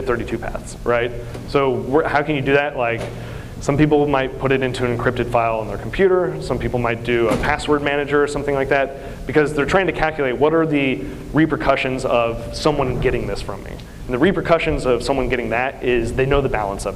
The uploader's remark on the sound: session from the 2020 BitBlockBoom Conference in Dallas, Texas